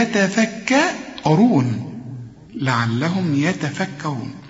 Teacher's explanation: علشان الراء هي مفخمة مضمومة